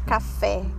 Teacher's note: E se tiver a sílaba mais forte sendo a última, por exemplo, café, a última sílaba é que é mais forte, café, né? Então ela é classificada como oxítona.